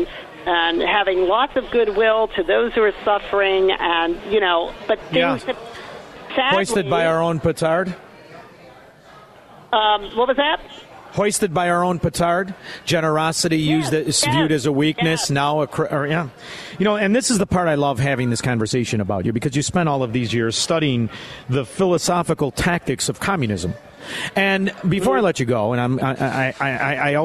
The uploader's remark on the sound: LIVE from Chicago Prime Italian in Schaumburg!